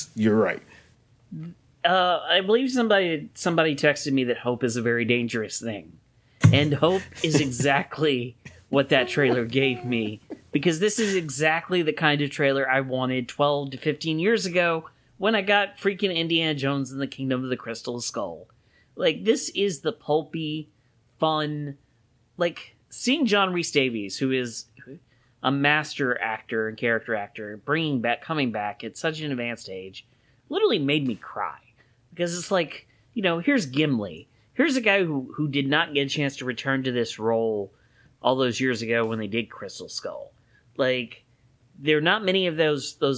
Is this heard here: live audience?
no